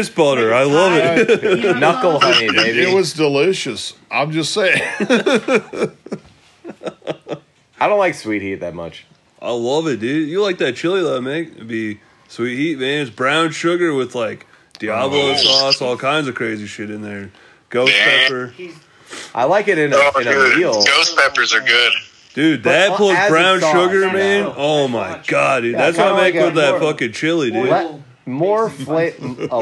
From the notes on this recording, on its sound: People call